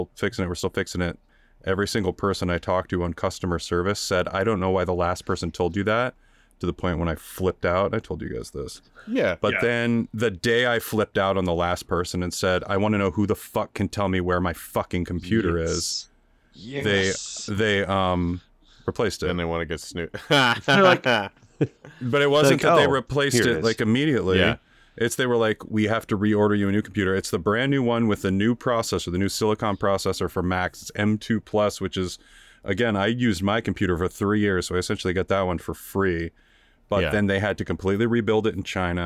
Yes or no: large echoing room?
no